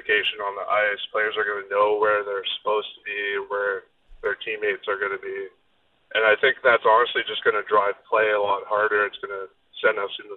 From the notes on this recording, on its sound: takes calls from listeners